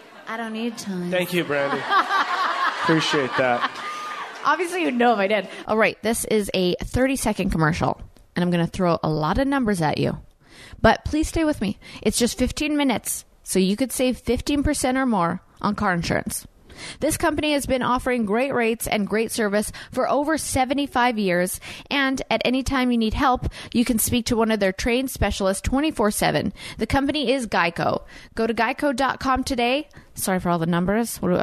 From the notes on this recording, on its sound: Phoenix Live Show. Comes to us live from Phoenix this week.